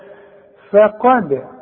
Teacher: الدال بقى اوعى تطلع منك ضال